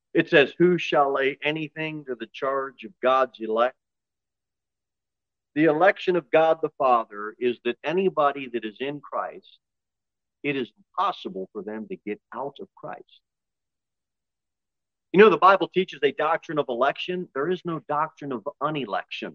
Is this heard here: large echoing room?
yes